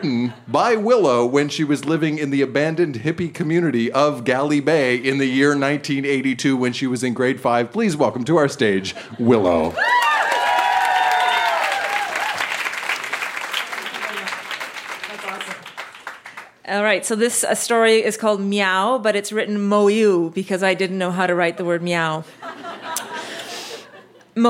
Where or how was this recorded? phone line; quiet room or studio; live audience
live audience